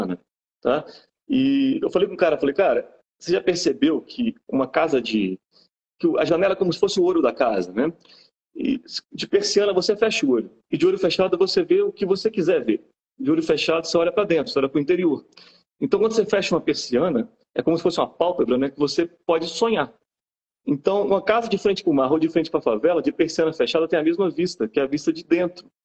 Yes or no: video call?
yes